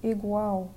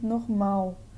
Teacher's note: But in Portuguese, it kind of just disappears. The L kind of just, you know, disintegrates into nothing. · Term: words that end in L